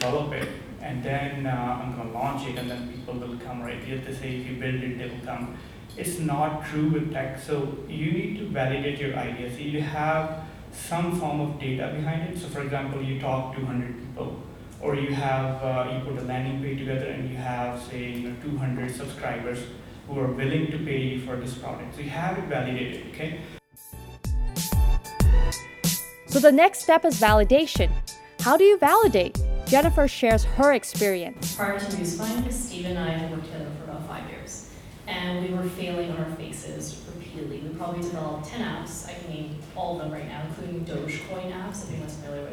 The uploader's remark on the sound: In this episode I attend a meetup event by Spring Startup School for Entrepreneurs where a panel of tech industry leaders share their advice.